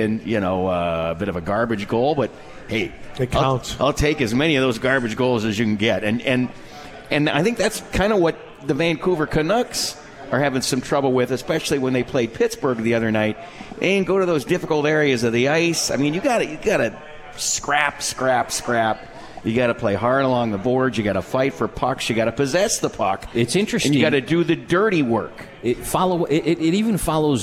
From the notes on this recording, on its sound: Tonight's show, live from the 72 Tavern for Utica Comets #Insider.